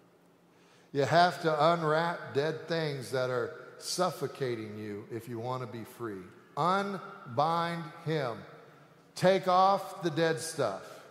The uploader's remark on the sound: Sanctuary Service